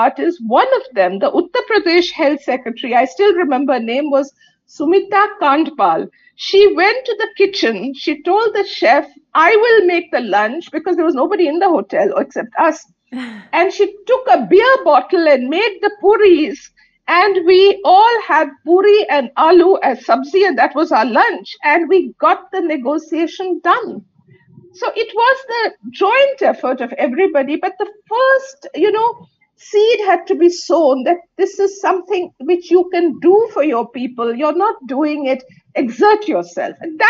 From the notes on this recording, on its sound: This conversation was recorded over zoom.